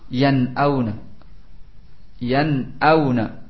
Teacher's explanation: Dibaca dengan jelas nunnya. Ya, tanpa didengungkan. · Term: idhar